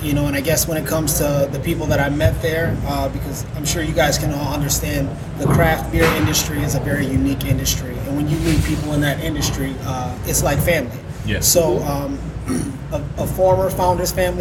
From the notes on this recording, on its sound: Live from Eastern Market Brewing